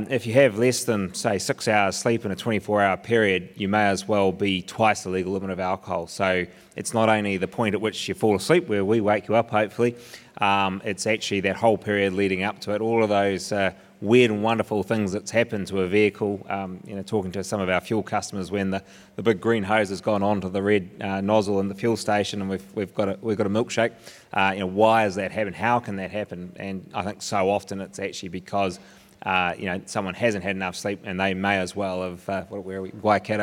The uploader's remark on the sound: This episode sees our first 'pop up' podcast, which we recorded at the EROAD Fleet Day in Hamilton.